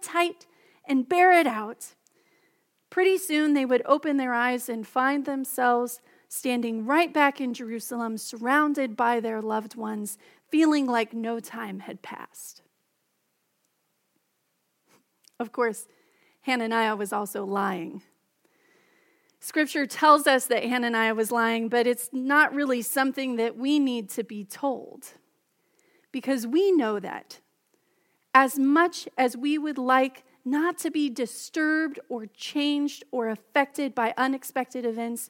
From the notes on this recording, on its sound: Message delivered during the Contemporary Service.